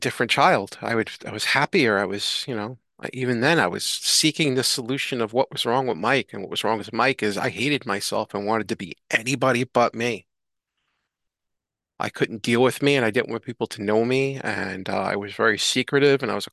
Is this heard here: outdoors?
no